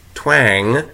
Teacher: the word twang has an ash and a velar nasal